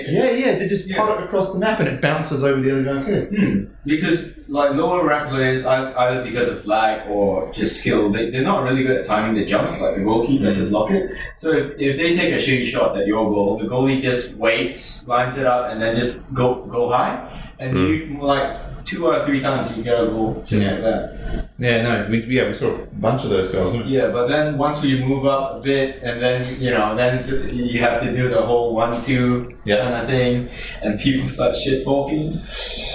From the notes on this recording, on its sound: Apologies, and we've made sure episode 5 will sound like creamy goodness flowing into your ears. Didn't get the audio right on this one.